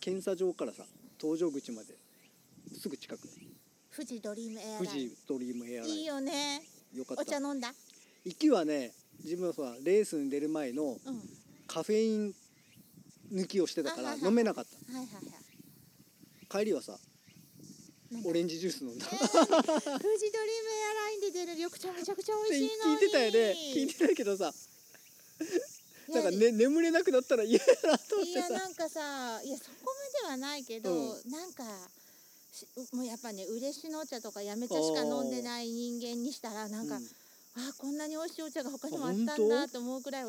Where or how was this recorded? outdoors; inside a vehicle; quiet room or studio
outdoors